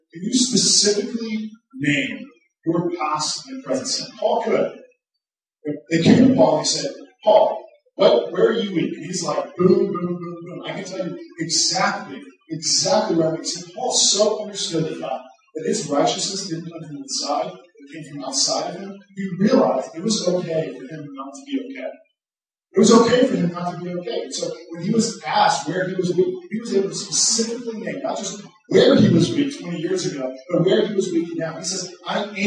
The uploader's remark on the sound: Due to technological difficulties, this week's recording doesn't have the same quality as a normal week.